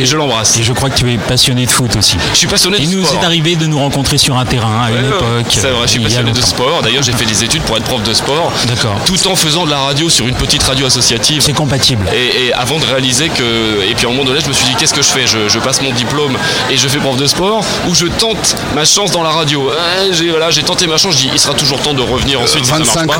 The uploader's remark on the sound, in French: Podcast En direct du Dock B à Pantin, LeRadioClub émission spéciale.